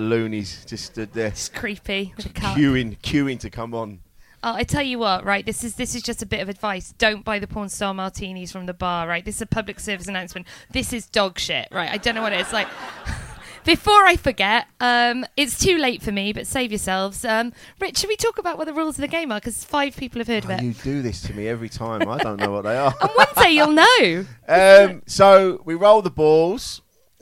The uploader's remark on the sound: The Comedy Arcade is coming at you LIVE from Edinburgh Fringe! Run live, chaotically, and exclusively at Underbelly Bristo Square.